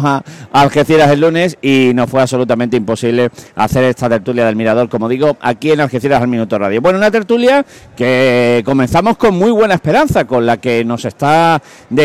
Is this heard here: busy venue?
yes